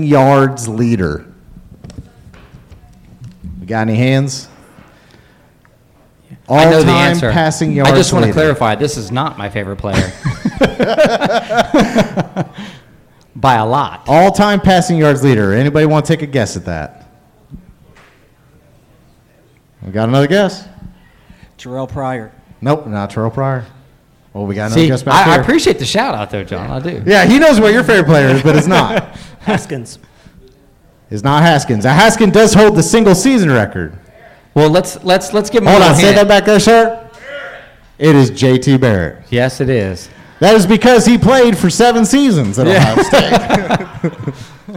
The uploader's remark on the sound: Purdue Pre-Game LIVE from Turtle Creek Tavern.